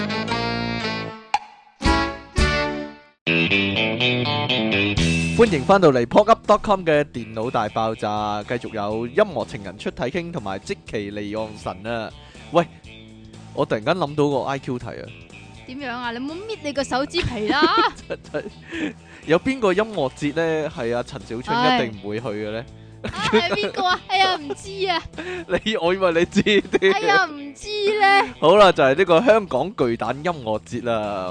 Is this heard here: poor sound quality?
no